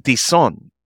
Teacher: if we're in the Philippines, the accent is on that second syllable. So you, and that Z is kind of a soft Z, almost sounds like a S plus.